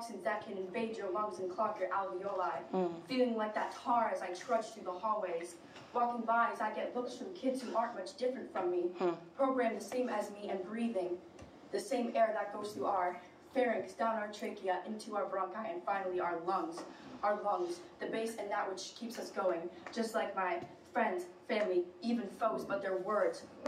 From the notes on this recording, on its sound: This EDTalk was live streamed from Icehouse in Minneapolis, MN.